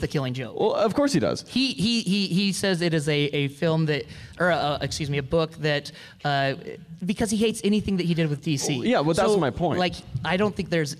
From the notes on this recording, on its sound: From Salt Lake Comic Con 2016, a panel discussion